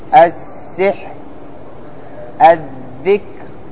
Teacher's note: تكون الراء فيهما مرققة، ساكنة عند الوقف وقبلها ساكن وقبل الساكن مكسور · Term: ترقيق الراء